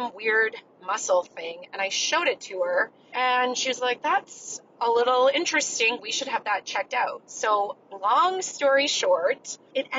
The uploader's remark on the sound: This week’s episode was recorded during a long car ride, that helped inspire this episode’s message. If you can't tell, I am not in my regular home studio. I am actually driving in my car across Nevada.